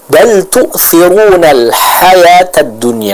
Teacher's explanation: Huruf ha jelaskan keluar dari tenggorokan bagian tengah.